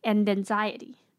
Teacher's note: 最后一个 and anxiety, 它的 d,and 的 d 跟 anxiety 的 an 会连在一起变成 and anxiety. · Term: 连音